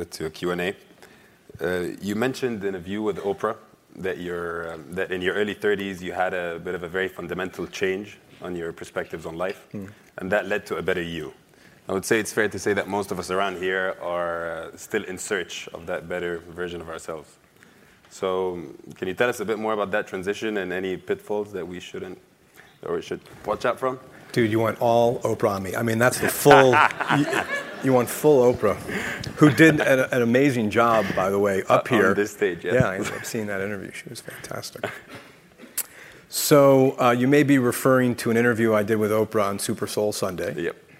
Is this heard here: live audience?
yes